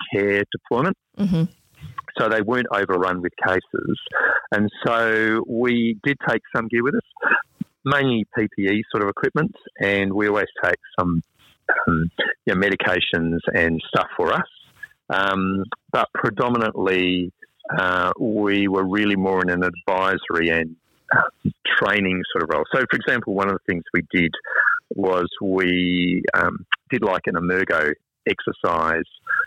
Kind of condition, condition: link, phone line